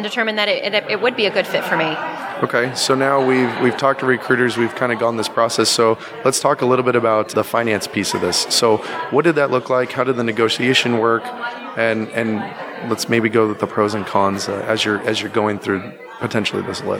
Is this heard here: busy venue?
yes